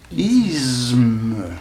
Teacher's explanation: Me étant une sonore, c'est-à-dire comportant des vibrations glottales, par assimilation, le se qui précède a une tendance, qu'on le veuille ou non, à devenir sonore lui-même.